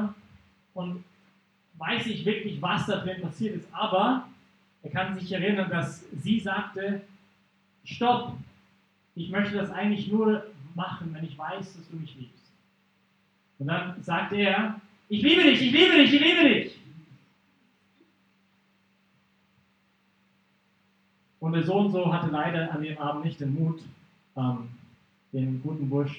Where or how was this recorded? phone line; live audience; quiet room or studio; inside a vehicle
live audience